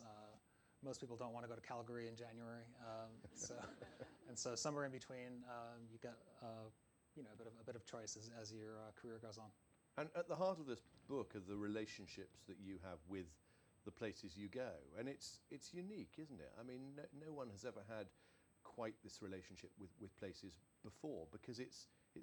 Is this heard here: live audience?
yes